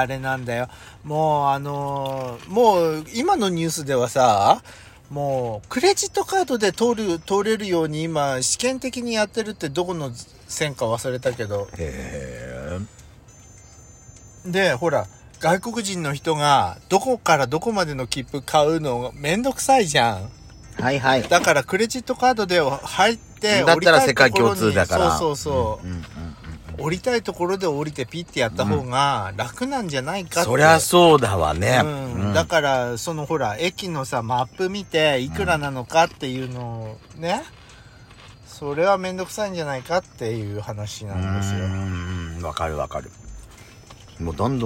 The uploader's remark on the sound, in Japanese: パーキング収録